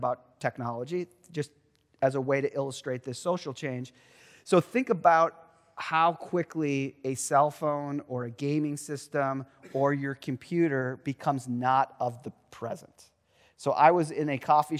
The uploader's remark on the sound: Truett Chapel-- 2023 Willson-Addis Lecture